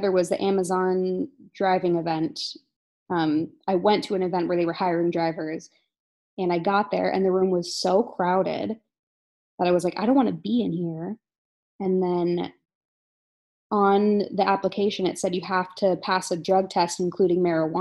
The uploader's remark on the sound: Talks to her producers on a Zoom call about some of the dirtier aspects she’s noticed.